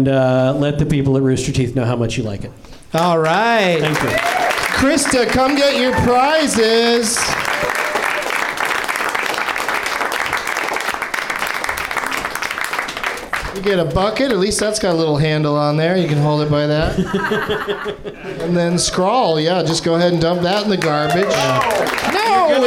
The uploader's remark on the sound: Live from the NerdMelt Showroom in LA